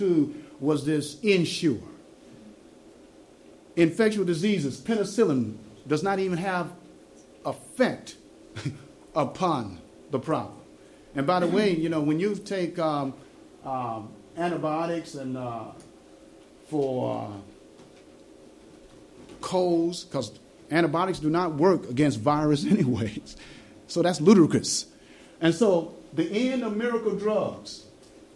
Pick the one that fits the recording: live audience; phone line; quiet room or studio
live audience